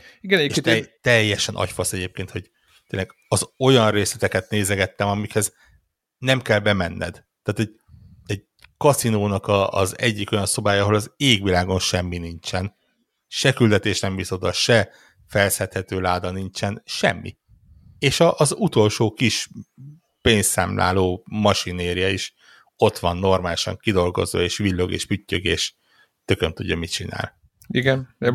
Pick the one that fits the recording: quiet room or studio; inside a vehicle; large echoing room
quiet room or studio